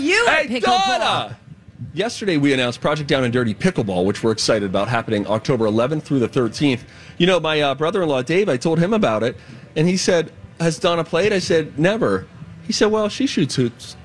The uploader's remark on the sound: Live From The State Fair!